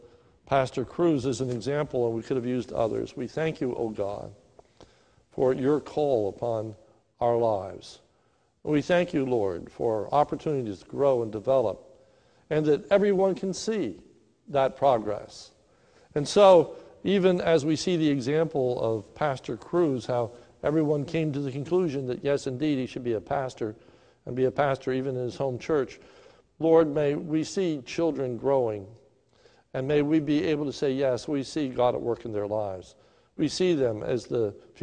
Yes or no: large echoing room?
yes